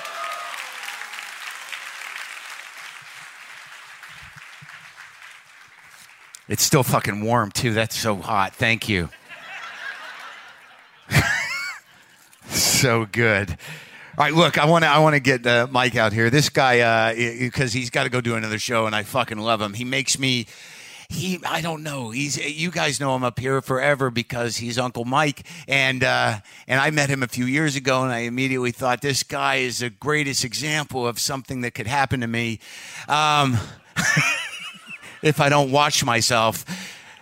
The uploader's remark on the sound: Live from Just For Laughs. Brings the Live WTF experience to the Just For Laughs Comedy Festival in Montreal.